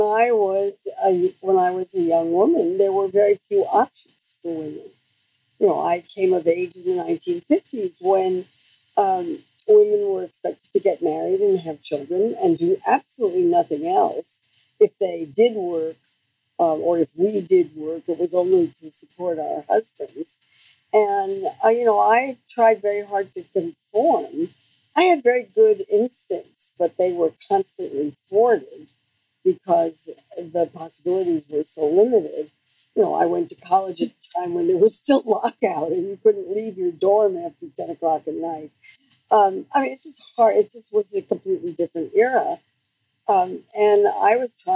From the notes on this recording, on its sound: My apologies for the sound quality in this one.